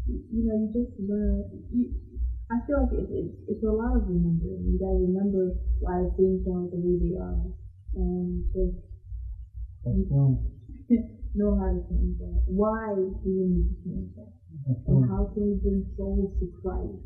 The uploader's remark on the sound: Turn up your sound to the highest, we apologize for the low volume